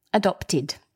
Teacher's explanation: So adopted, it's a past participle. And because the word adopt ends in a T, which is a dental consonant, we pronounce the ED, id